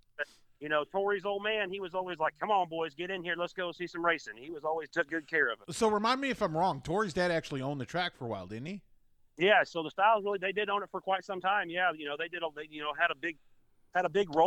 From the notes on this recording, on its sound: via phone